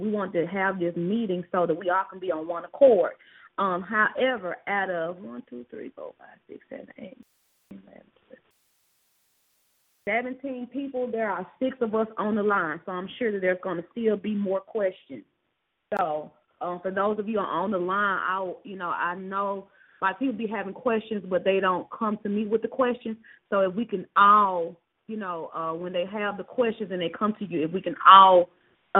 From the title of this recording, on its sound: Conference Call